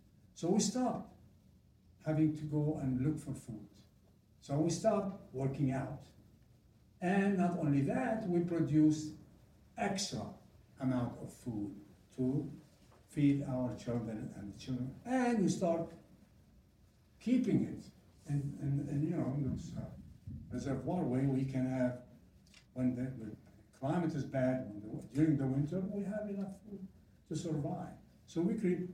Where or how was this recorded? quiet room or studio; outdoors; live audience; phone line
live audience